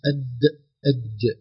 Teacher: الدال والجيم قريبان، لاحظوا انطقوا أد أج، سنجد أن طرف اللسان قريب من بعضه